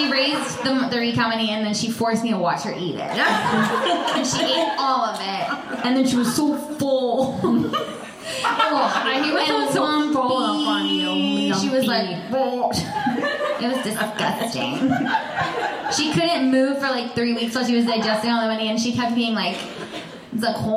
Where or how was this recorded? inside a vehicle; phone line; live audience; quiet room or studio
live audience